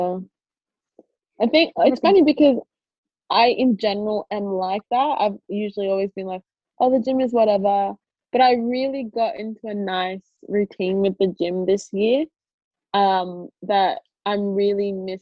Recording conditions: video call